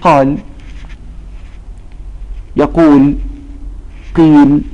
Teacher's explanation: تمد مدا طبيعيا بمقدار حركتين، لا يجوز أن تقل عن حركتين ولا يجوز أن تزيد عن حركتين